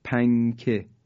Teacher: مثلا ما میگیم پنکه، هیچ موقع نمیگیم پنکه، نونشو تلفظ نمی کنیم، در حقیقت اخفا میکنیم